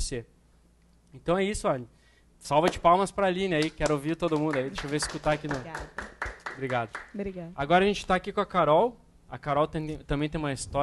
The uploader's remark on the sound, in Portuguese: Este foi um encontro realizado ao vivo, durante o Bootcamp do método Playbook de Escala 360° (o método da Mentoria).